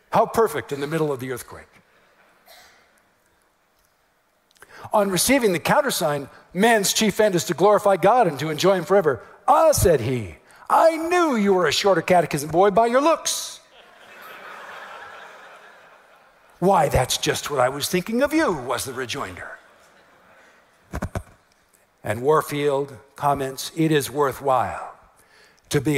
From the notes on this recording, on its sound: message at TGC's 2018 West Coast Regional Conference